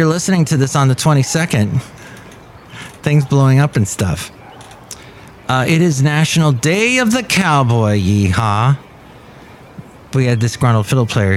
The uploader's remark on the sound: Podcasts live from Café Anyway.